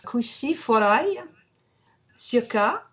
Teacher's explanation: When they have the high forward vowels, the S and many other of the consonants in Auvergne tend to palatalize. They move up towards the palate, and the boundaries of the consonant become a little bit blurred, and you get a little bit of a sh in it.